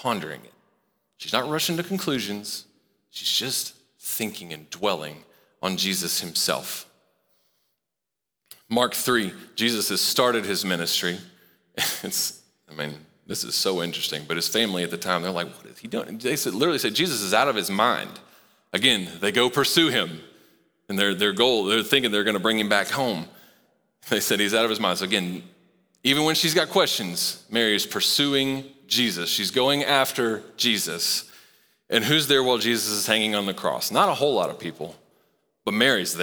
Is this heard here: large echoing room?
yes